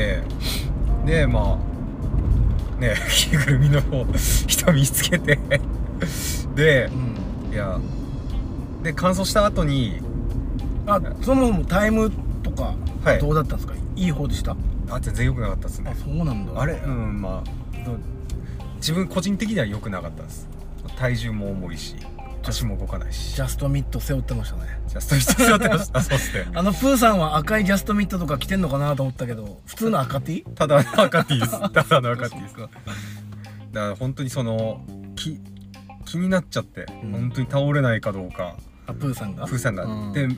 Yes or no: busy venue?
no